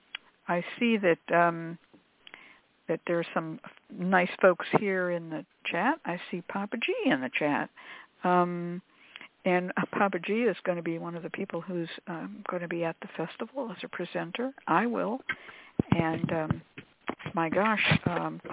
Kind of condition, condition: link, phone line